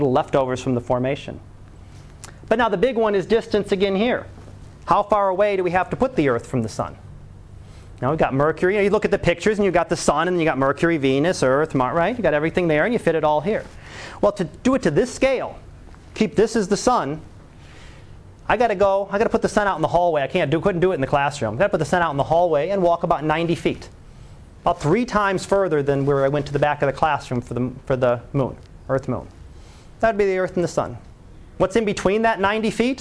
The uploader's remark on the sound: Live Class Lecture.